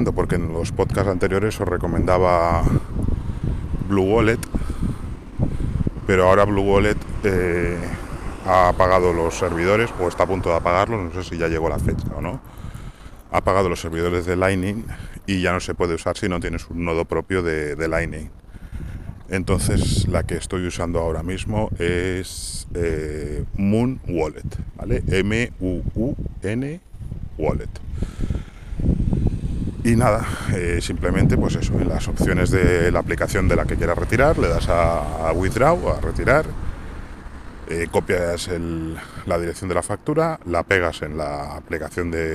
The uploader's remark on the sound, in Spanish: (Audio regulinchi). El audio tiene una calidad bastante pobre debido al viento.